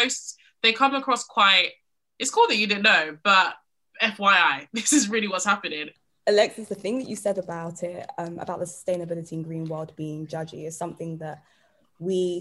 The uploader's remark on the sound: Over the weekend, we hosted our first-ever Zoom party to exclusively launch our product with our V.I.P's.